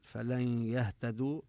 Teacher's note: ندغم النون بالياء إدغاما بغنة